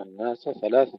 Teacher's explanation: نفصل السين عن الثاء حتى السوسي لا يدغمها